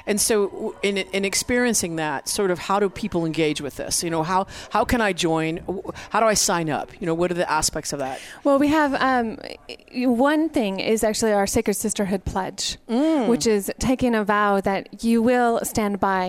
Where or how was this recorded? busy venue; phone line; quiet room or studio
busy venue